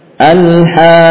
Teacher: Biar tampak tasdidnya ya, dibaca dengan menaikkan nada. · Term: mad lazim kilmi mutsaqqal